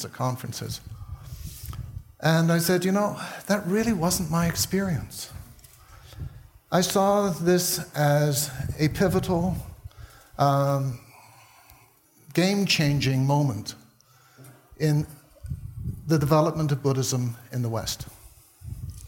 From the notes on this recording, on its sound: taken from the Buddhist Geeks Conference in 2012